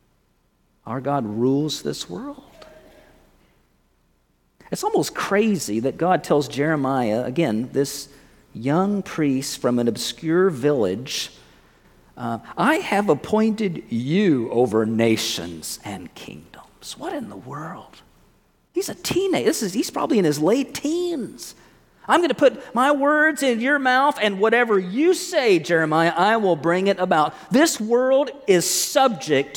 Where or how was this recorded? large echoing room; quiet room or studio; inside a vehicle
large echoing room